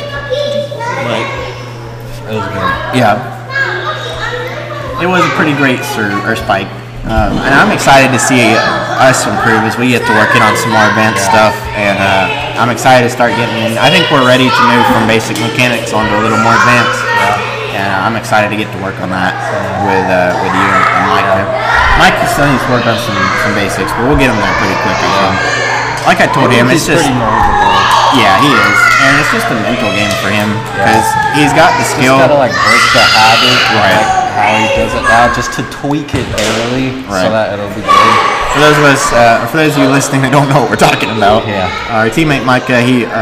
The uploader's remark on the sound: Please be advised that this week's episode had an insane amount of background noise and as such we had to shout the entire episode.